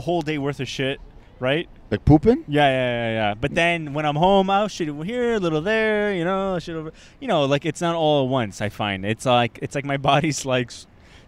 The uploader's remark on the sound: Live from Montreal’s Ring. We have decided to record our podcast episode in different iconic locations in Montreal!